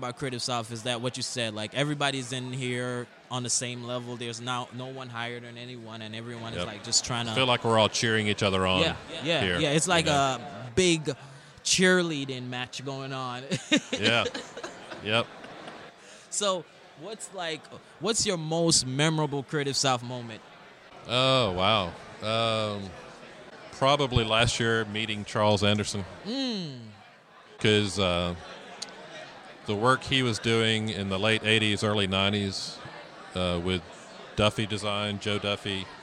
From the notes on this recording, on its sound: Live at Creative South